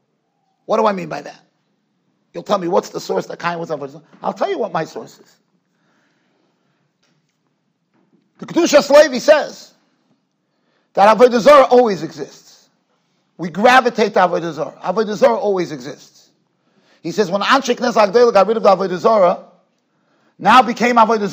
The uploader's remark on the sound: Shiur recorded in Yeshivas Ohr Reuven, Monsey NY.